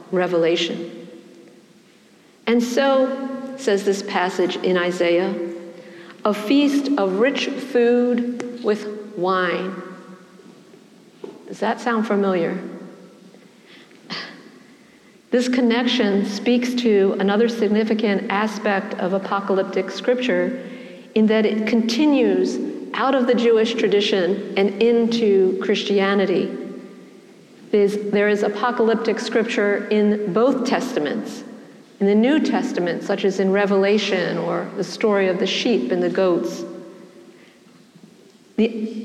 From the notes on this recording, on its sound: preached at the celebration of the Holy Eucharist on the Twentieth Sunday after Pentecost